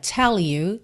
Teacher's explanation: Tell you, tem duas formas de juntar. Você pode juntar com L mesmo lá no céu da boca